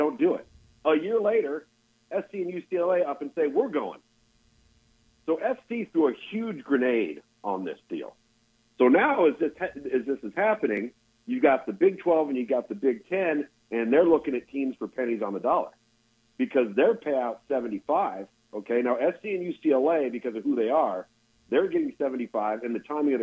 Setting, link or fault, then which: link, phone line